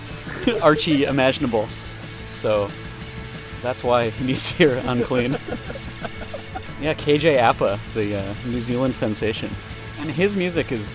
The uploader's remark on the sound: I hung out with the band in the van right before the last show of a west coast tour in their old hometown Vancouver.